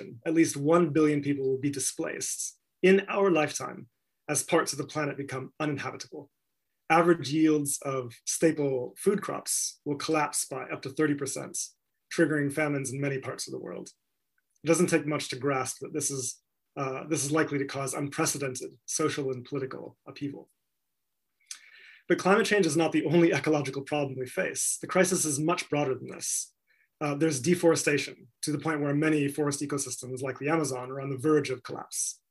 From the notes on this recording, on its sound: This talk was recorded at the online 5x15 event in February 2021.